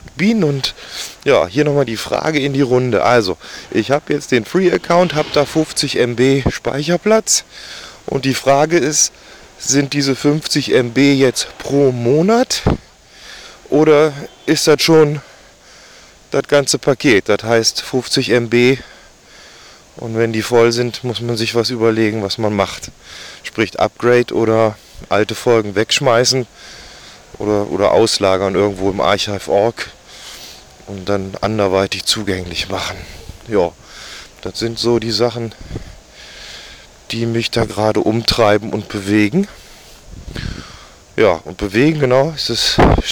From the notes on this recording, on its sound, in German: Erste Außenaufnahme (windig)! HTC Audio Recorder, AudaCity.